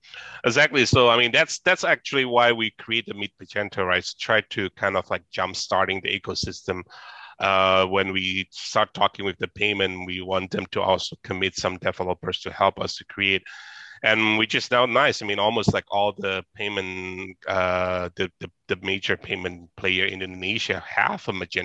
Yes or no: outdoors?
no